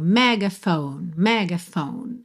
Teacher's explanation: Megaphone, não pronuncia o F final, tá bem? A sílaba tônica é a primeira, mas a gente acaba tendo assim uma semitônica, né? Um outro ponto de apoio aí no meio.